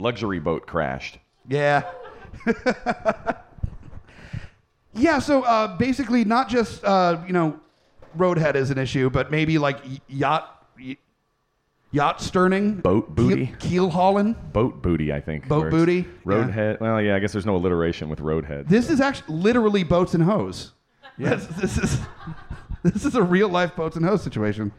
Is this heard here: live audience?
yes